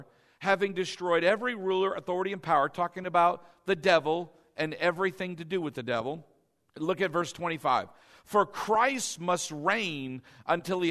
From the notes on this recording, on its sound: delivered during our Easter 2019 Sunday morning service